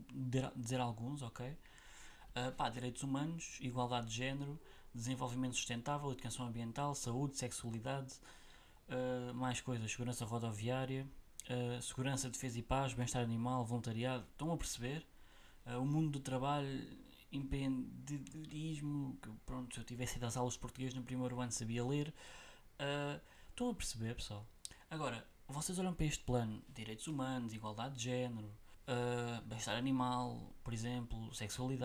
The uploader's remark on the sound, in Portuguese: NOTA IMPORTANTE: Eu sei que o som está baixo, mas era entre um som baixo e uma melhor qualidade ou um sou alto e ruídos, carros, aspiradores.